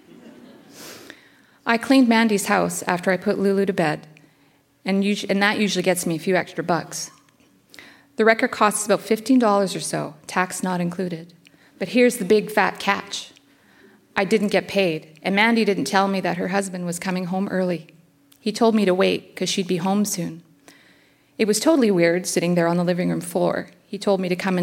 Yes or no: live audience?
yes